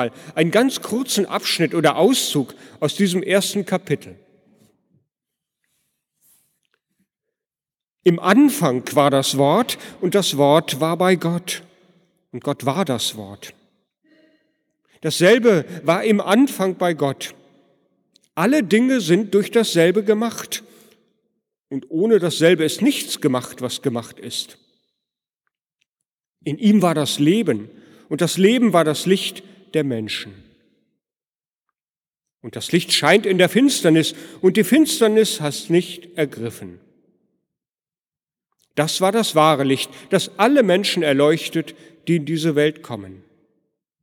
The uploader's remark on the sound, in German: Predigt am Heiligenabend in der Martin-Luther-Kirche, Detmold.